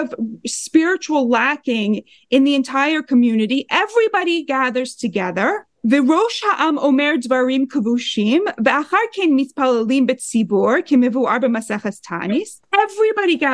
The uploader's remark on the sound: These sessions are held on Zoom every week